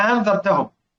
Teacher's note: نعرف الآن إن الهمزة الثانية لن تحقق، الأولى والثانية أأنذرتهم، هتنقلب، هيحدث فيها شيء من التغيير اسمه التسهيل، وأعرفكم التسهيل إيه.